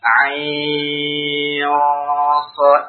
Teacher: Nun sukun bertemu dengan shad. Sehingga kita baca ain shad, ada gunnah juga karena ikhfa. Gunnah dua harokat.